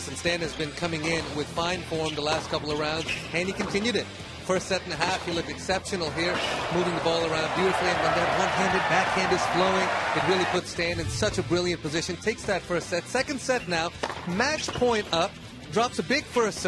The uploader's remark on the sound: TC Live is back, live from Indian Wells!